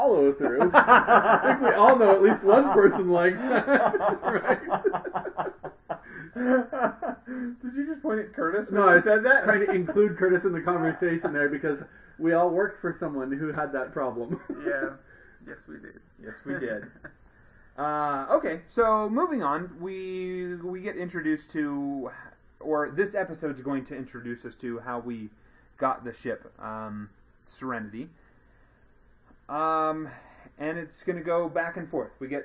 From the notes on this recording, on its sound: Sorry about the bad sound quality. It was a new mic.